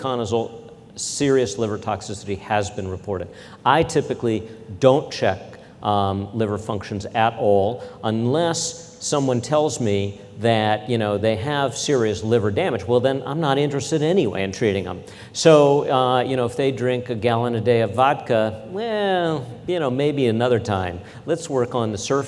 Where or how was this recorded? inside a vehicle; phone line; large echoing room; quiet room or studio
large echoing room